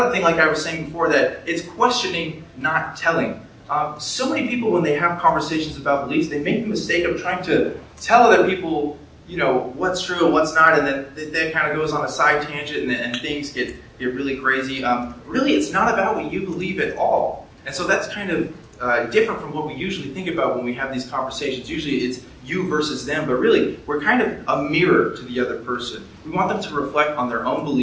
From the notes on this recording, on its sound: Columbus, Ohio. My presentation for the Secular Student Alliance Convention 2018!